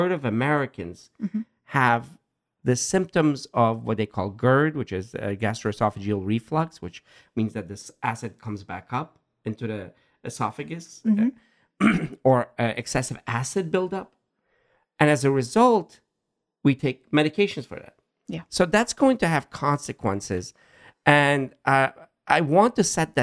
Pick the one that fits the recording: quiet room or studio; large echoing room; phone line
quiet room or studio